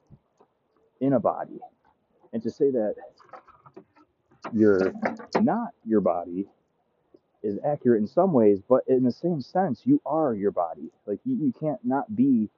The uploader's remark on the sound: The dogs are barking, the wind is blowing